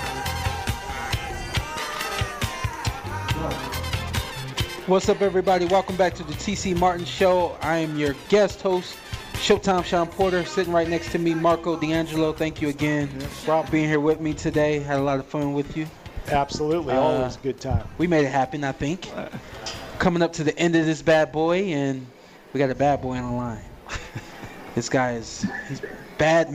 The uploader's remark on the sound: live from the Westgate Superbook